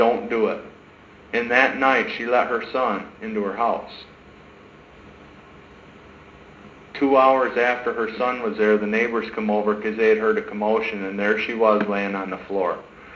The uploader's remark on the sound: sermons preached in 2012 at Hope in Christ church